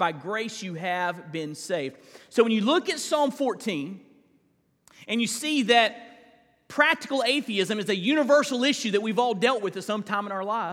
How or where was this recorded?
large echoing room